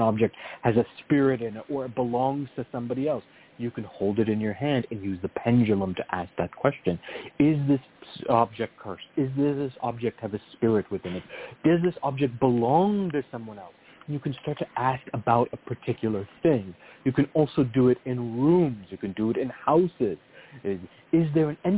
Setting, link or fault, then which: link, phone line